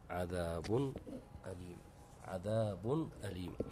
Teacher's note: هنا يوجد حكم الإظهار وهو وجود التنوين وبعدها حرف الهمز